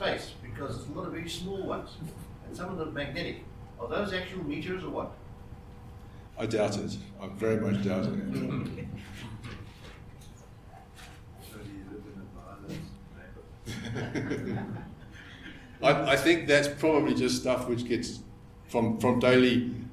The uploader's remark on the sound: This is the second episode in our series of ScopeX 2018 public lectures.